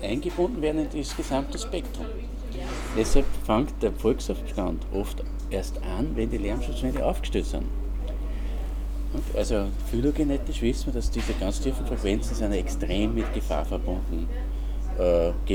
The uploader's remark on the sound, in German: Die Aufnahmen zu dieser Sendung entstanden in Novi Sad, in der Fruška Gora, im Kuglhof in Salzburg, zwischen Donauinsel und Donau-Ufer-Autobahn und in einer Wohnung in Ottakring.